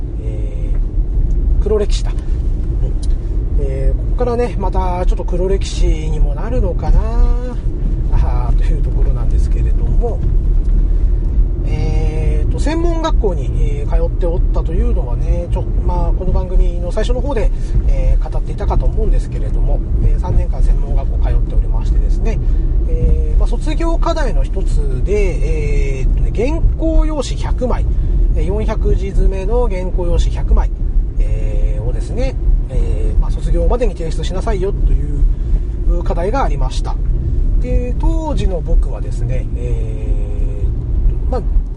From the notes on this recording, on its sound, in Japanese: 今回は、車中録音しておりますので、少し聞き取りにくいかも知れませんが、ご容赦下さいませ。